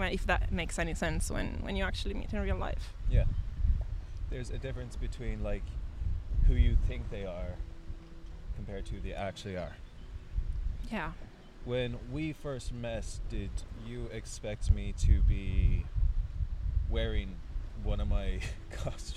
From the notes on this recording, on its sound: Apologies for the wind.